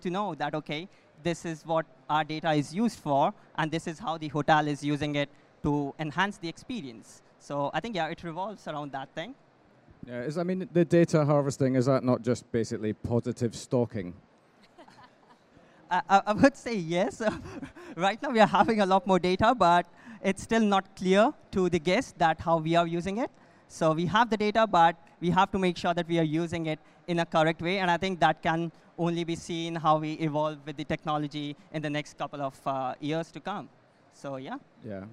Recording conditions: live audience